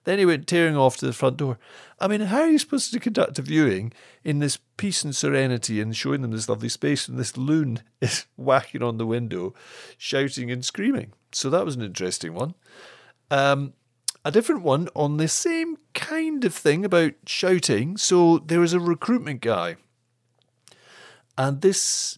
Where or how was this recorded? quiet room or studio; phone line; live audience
quiet room or studio